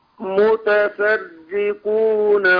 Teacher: الراء مرققة مشددة في نفس الوقت